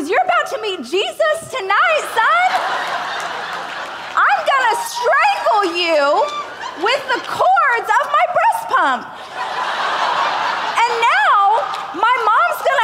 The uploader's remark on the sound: a keynote speech I gave during the Growth